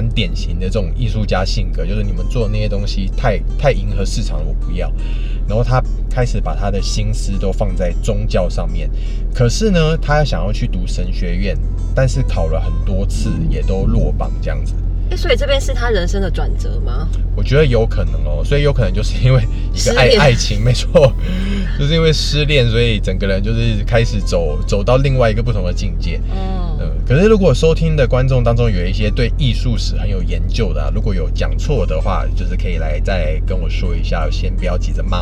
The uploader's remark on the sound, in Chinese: 先為爛音質說抱歉！這集在車子裡錄的。